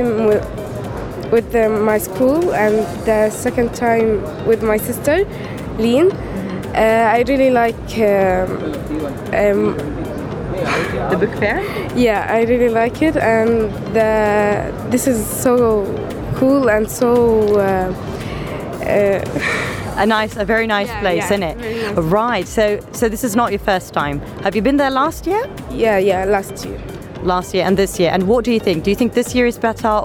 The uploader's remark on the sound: Live from SIBF 2023